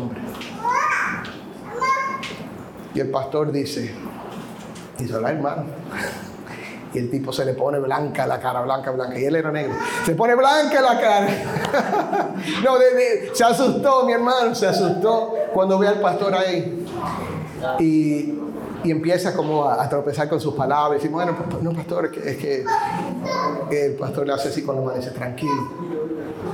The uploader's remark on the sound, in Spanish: la segunda parte del audio de una reciente conferencia de pastores